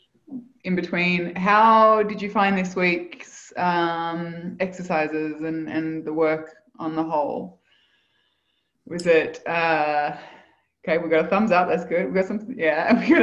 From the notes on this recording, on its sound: Live Community Call.